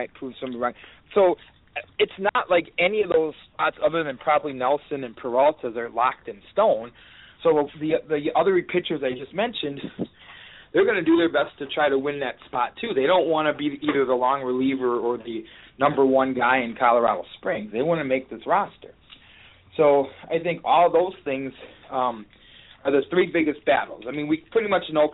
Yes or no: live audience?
no